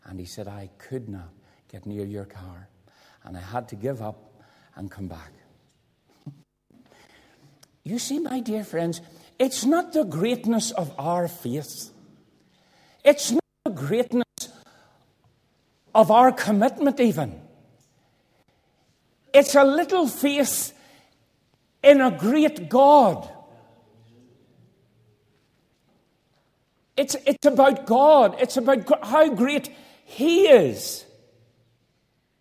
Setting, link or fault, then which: setting, large echoing room